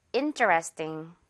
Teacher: interesting보다는요. 띵, 띵에 가깝게 그리고 조금 많이 죽여서 강세를 죽여서 발음을 해줄 거예요